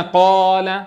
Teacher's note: حين قلنا قال، حين طولنا ومططنا الصوت فبرزت إلى الوجود، برز إلى الوجود صوت الألف